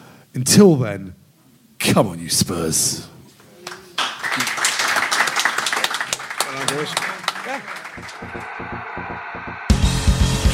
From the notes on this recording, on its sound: In front of a live audience at #SpursShowLive.